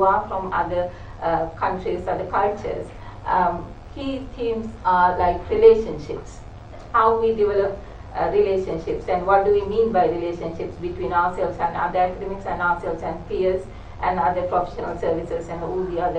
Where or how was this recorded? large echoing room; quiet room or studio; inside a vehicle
large echoing room